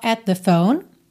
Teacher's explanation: Também at com the, você junta num som só, at the phone.